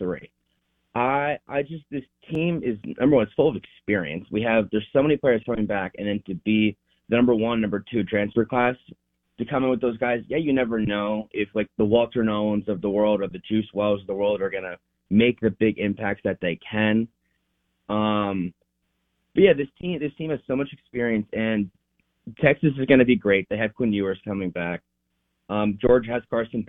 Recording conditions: phone line